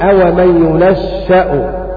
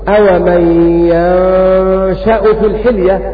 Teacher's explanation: يُنَشَّأُ بضم الياء وتشديد الشين